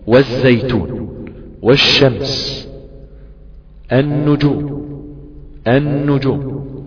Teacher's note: والتقارب مع باقي الأحرف زي الطيبات، الناس، الثمرات، الصلوات، بتحس انك نطقت همزة وبعدين الحرف على طول من غير لام، حسيت ان اللام دي دخلت في اللي بعدها · Term: إدغاما شمسيا